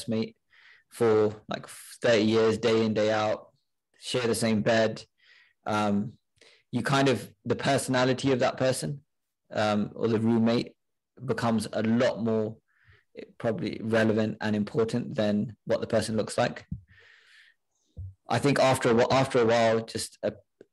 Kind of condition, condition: link, video call